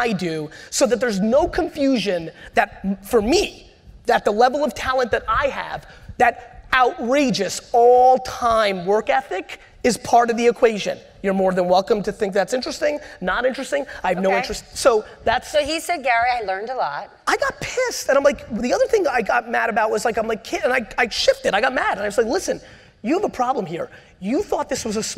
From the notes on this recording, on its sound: This was an all-time keynote. At the 92nd St Y.